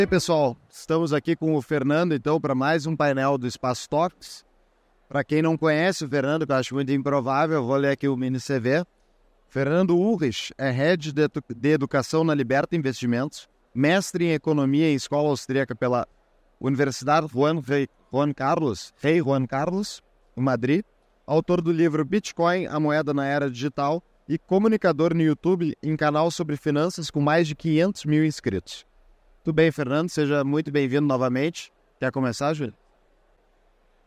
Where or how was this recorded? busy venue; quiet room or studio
busy venue